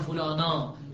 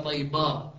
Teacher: الفتح عنده طاغيه يعني صاعده اكثر من لازم · Term: اشباع الفتحه